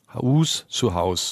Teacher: Und ein langes U wurde zu Au · Term: Diphthongierung